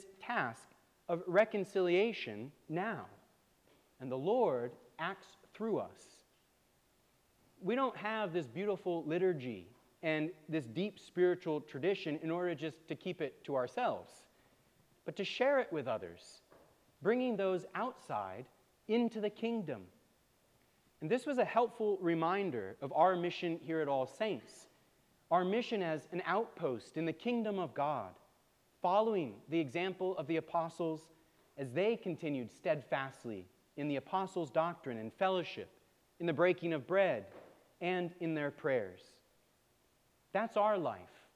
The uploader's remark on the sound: preached at All Saints Anglican Church in Charlottesville, VA on October 15, 2023